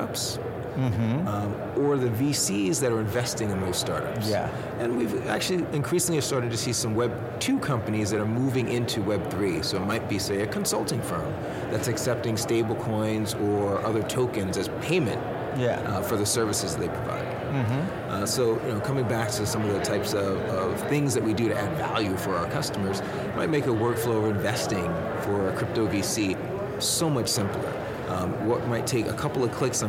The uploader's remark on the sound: LIVE FROM MONEY 20/20